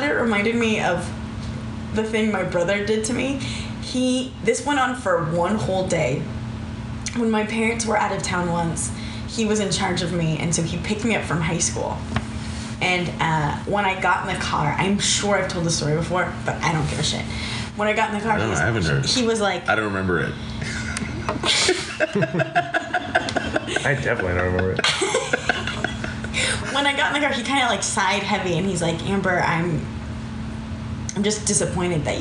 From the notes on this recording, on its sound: The Recorded On An iPhone Episode. All 4 LoShoPo hosts circle round the iPhone to record another episode of The Long Shot.